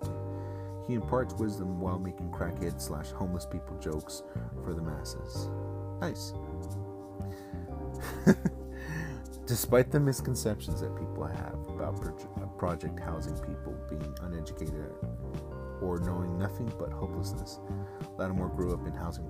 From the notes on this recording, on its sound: Apologies for the noise in the background if there is any!